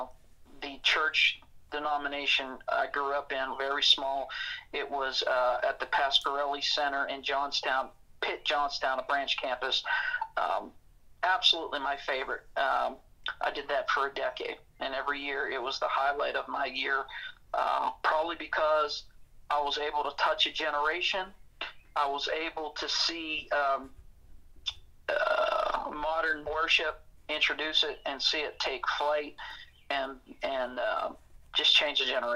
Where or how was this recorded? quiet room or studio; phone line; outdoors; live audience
phone line